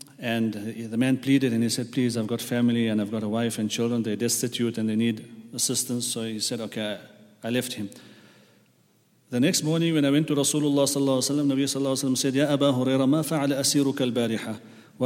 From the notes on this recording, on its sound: at the Houghton Masjid (West Street)